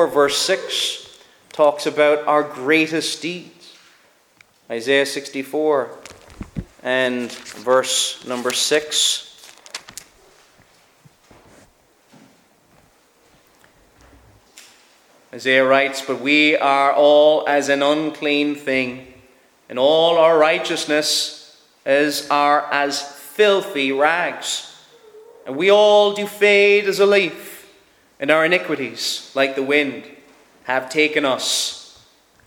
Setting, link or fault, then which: setting, large echoing room